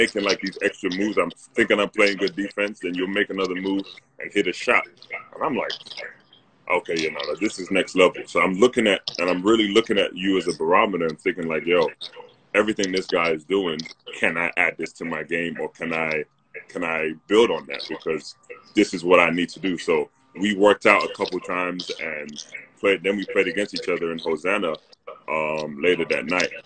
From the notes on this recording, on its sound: Whilst the world is locked down during the coronavirus pandemic. We hit their team up to ask if they would be happy for us to record and publish online and we got the green light!